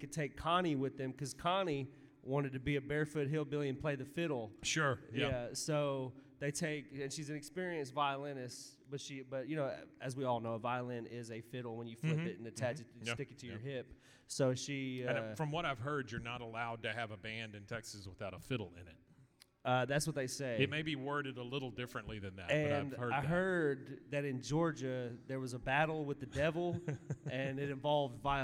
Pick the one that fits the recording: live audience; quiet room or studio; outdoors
live audience